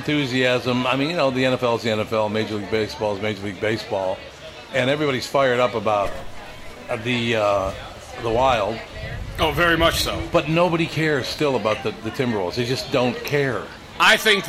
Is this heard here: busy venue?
yes